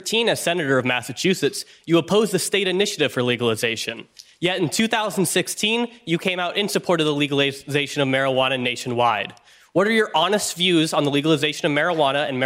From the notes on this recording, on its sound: During a live town hall.